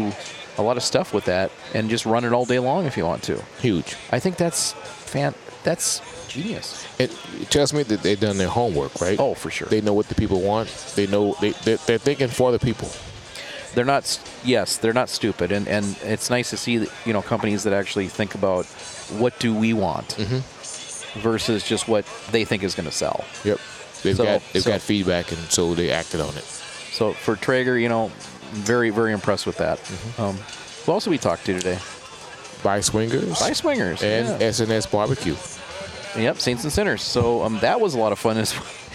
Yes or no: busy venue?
yes